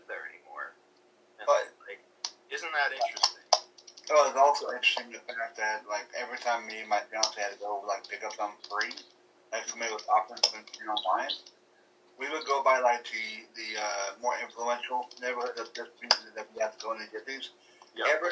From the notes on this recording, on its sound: sorry for the static